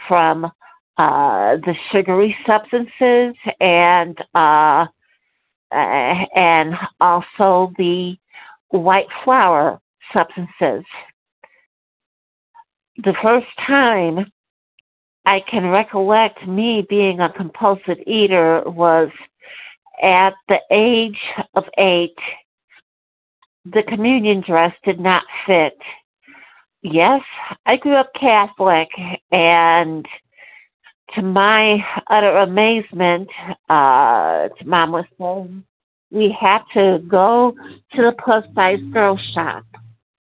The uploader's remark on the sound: 100 Pounders Phone Meeting